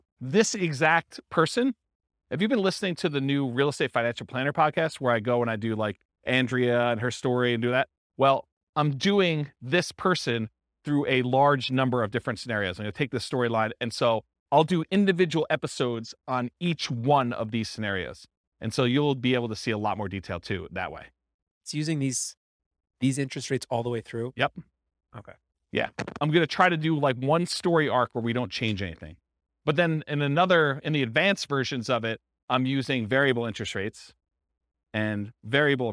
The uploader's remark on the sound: This was a live class recorded.